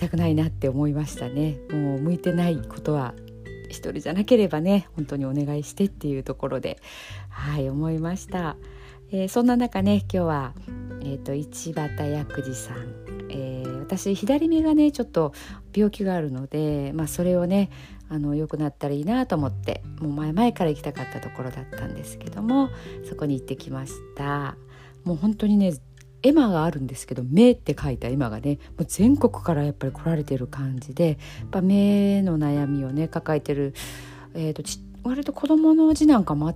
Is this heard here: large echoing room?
no